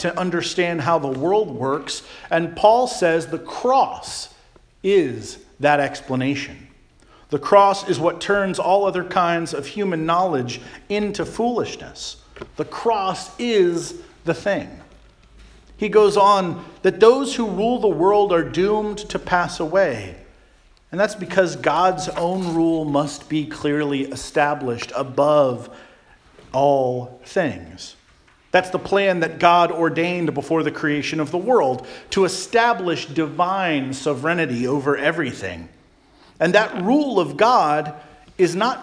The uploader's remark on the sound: Charles Anglican Cathedral, Bremerton, WA.